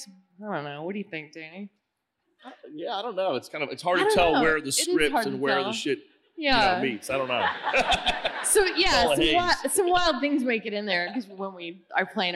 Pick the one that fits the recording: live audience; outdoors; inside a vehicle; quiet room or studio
live audience